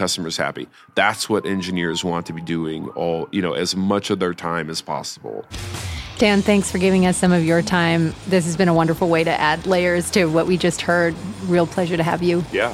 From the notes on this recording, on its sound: Live from Las Vegas with StackHawk.